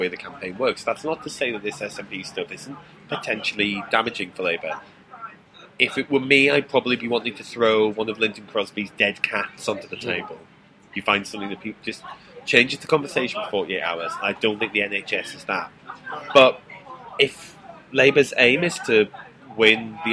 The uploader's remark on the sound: Record the podcast outside in the sunshine (complete with a spontaneous display of pure #milifandom).